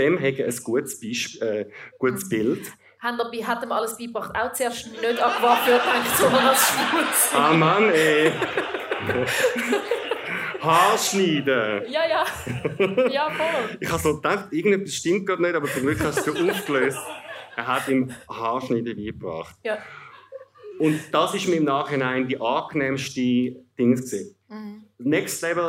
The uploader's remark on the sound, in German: Zum ersten Mal vor Publikum. Im Zurich Pride Podcast ON TOUR im Plaza Klub in Zürich.